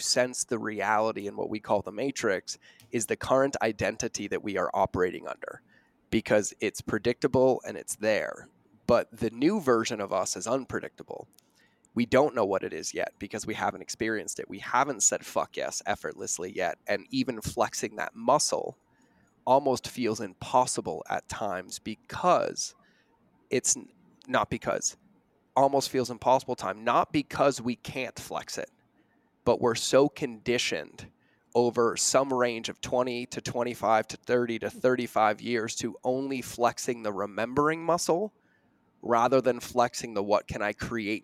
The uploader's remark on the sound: Live Event- Lighthouse Business Accelerator